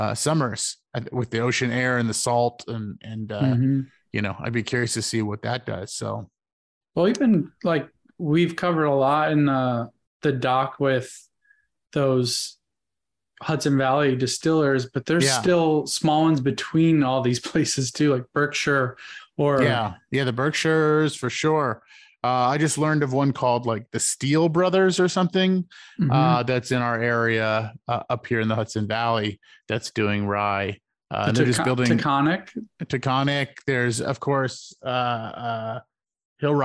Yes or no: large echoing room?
no